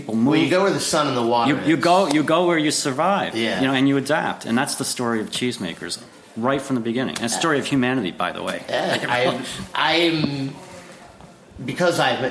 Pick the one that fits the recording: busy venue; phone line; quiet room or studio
busy venue